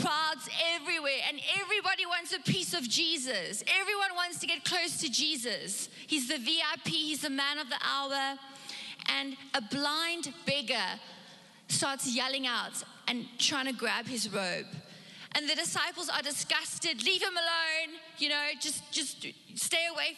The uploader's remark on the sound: Recorded live on Sunday the 7th November 2021